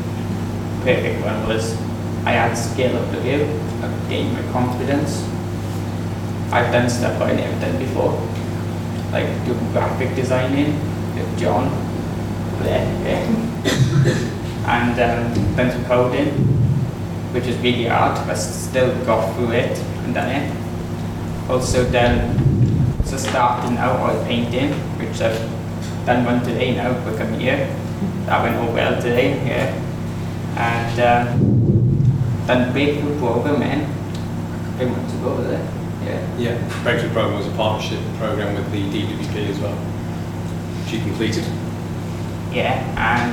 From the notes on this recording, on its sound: We also hear the speeches that were given during the evening. The bane of all good audio creators air-conditioning had a bad impact on the audio.